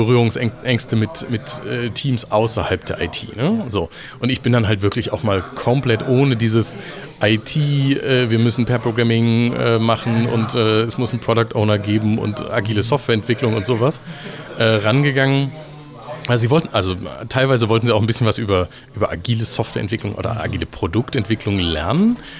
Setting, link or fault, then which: setting, busy venue